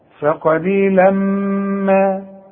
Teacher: الميم من حروف الادغام، هدغم وغن